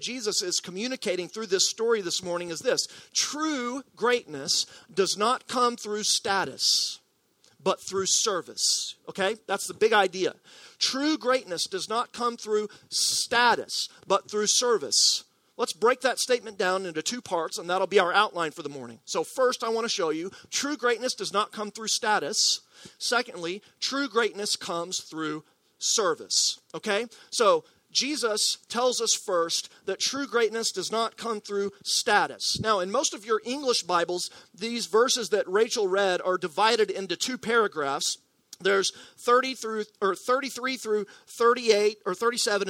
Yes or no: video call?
no